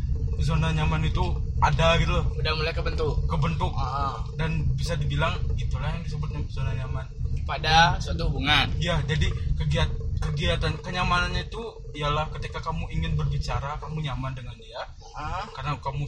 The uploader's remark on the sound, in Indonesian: karena ada sedikit kesalahan waktu recording jadi ada sedikit noise